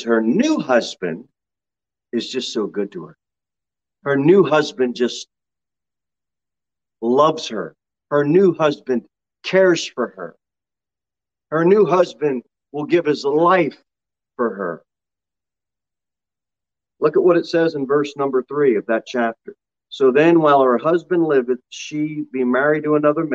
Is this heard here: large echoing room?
yes